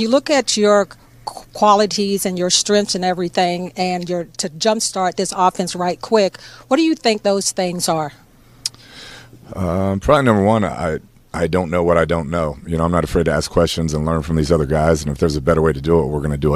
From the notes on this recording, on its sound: We are live at Solace Outpost in the Navy Yard